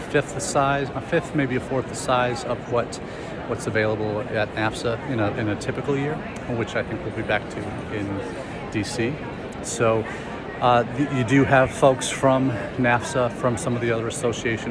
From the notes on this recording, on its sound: Our #intled #livechat comes to you this week from the #APAIE2023 Conference in Bangkok, Thailand. Over 2400 intl educators from across the world have come together to connect for partnerships and more.